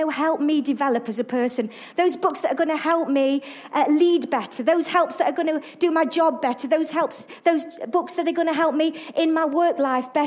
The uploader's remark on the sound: Arena Church Ilkeston